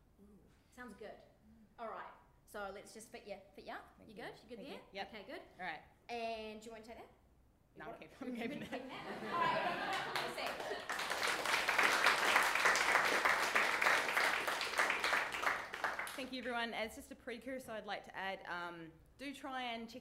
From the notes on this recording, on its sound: AUCKLAND ISSUE. In front of a live audience.